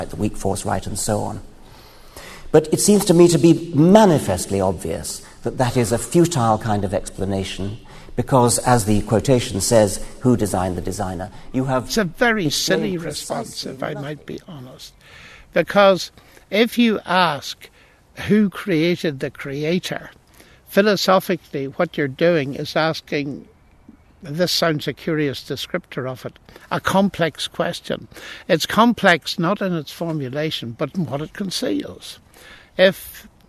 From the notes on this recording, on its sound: Sits down for tea in the gardens of Green Templeton College. We sit down in the gardens of Green Templeton College.